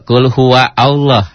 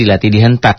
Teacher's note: dilatih dihentak, diizharkan. Kenapa izhar? Karena lam mati ketemu ha.